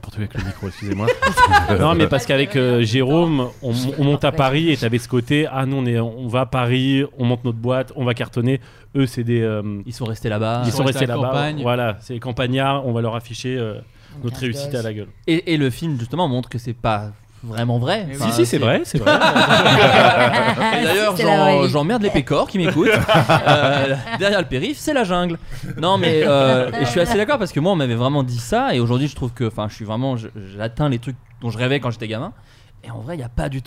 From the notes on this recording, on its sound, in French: FLOODCAST, EN PUBLIC